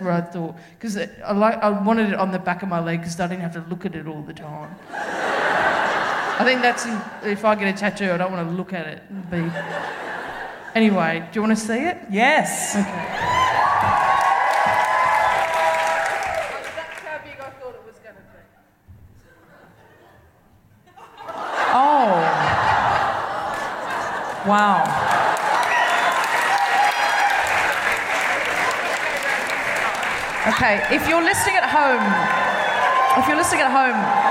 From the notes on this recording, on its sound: Recorded 15 February 2020 at the Thornbury Theatre in Melbourne.